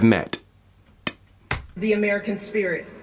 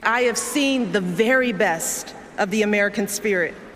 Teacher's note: sometimes she doesn't always say the T, like met and spirit